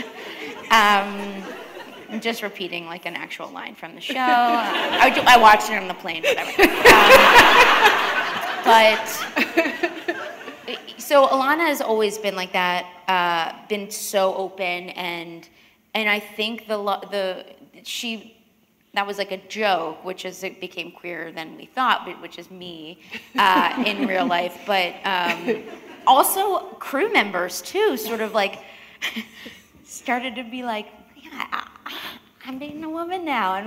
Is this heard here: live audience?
yes